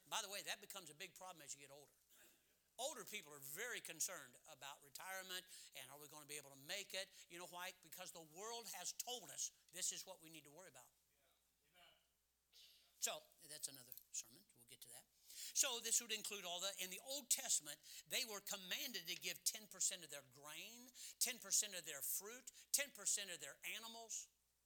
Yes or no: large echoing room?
yes